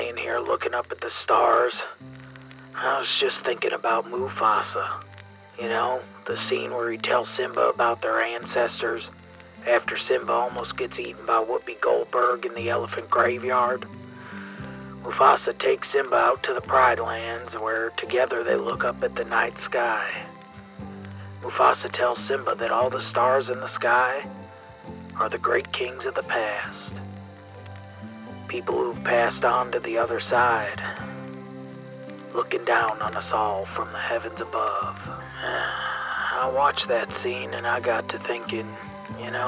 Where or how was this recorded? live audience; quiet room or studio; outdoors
outdoors